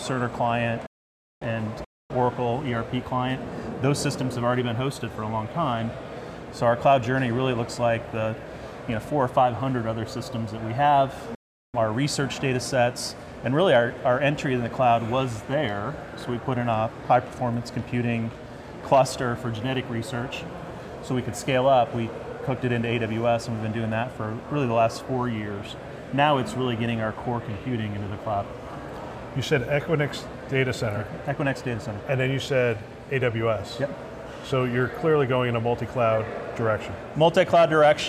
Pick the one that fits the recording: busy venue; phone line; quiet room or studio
busy venue